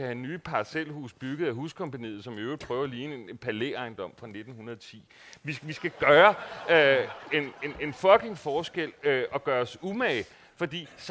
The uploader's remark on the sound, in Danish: I denne podcast optaget på Boligdagene 2023